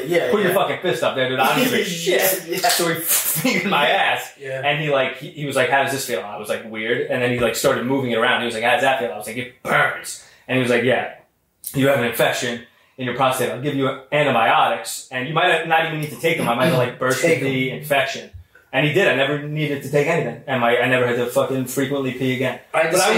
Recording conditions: poor sound quality